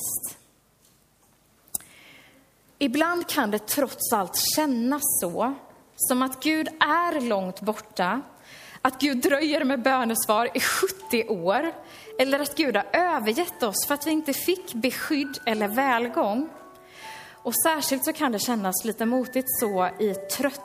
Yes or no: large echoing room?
yes